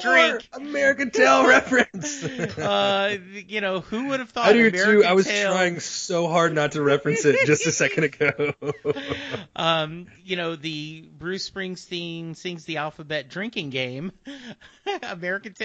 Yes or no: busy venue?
no